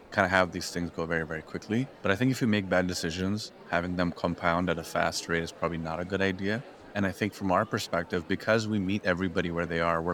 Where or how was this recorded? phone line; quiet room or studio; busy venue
busy venue